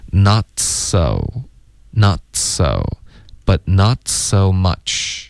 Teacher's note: not 的特省略的时候我们舌尖会顶上颚对吧顶上颚封住气流 not 然后这个时候连发到嘶的时候就会导致一点轻轻的爆破 not so not so but not so much but not